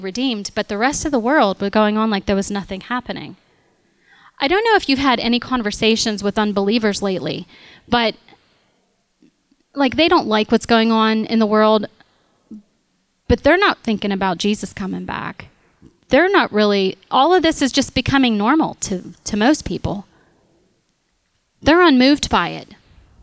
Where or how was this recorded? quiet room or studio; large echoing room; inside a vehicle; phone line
large echoing room